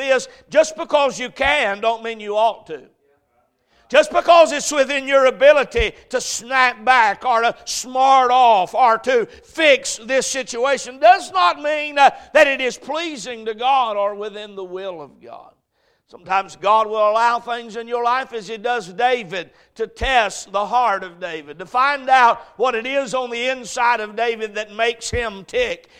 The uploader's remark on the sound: A message preached at Crossroads Baptist Church